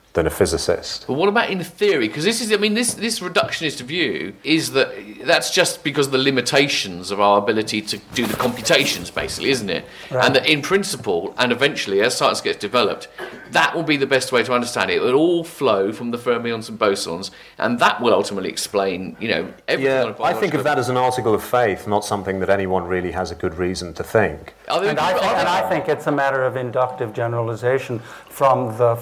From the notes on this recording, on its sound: The discussion was recorded live at Foyles bookshop in association with the Bristol Festival of Ideas .